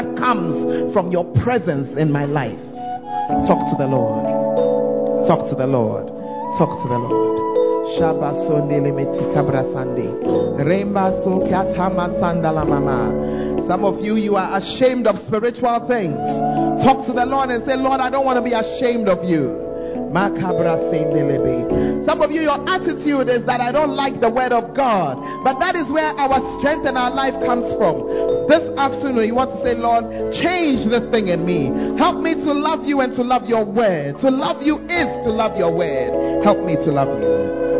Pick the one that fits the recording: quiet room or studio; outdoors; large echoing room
large echoing room